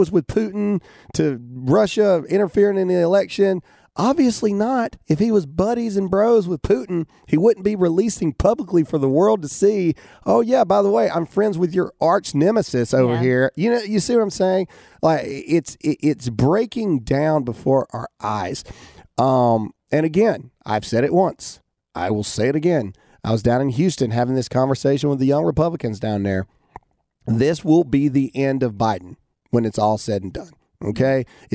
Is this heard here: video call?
no